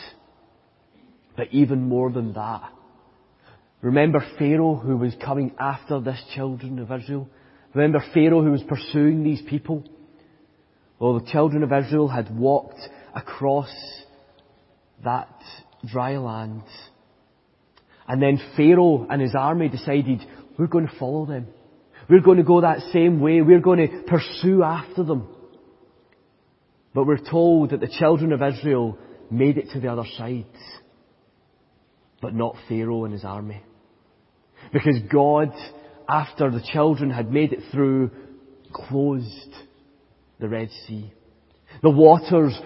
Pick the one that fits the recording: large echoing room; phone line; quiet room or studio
large echoing room